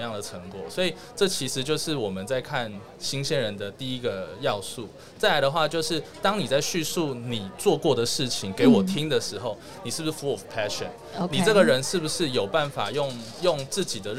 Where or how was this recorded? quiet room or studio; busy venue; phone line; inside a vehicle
busy venue